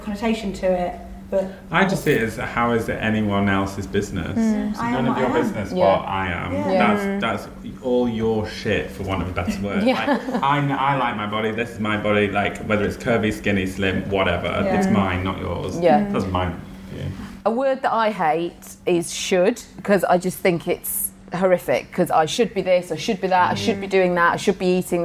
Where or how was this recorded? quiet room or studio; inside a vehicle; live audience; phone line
live audience